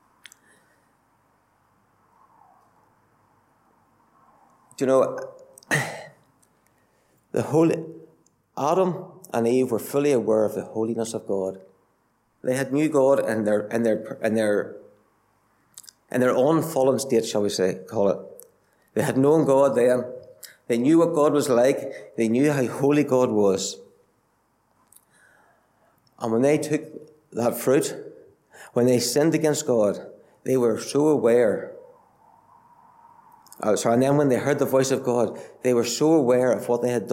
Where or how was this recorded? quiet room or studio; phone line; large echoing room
large echoing room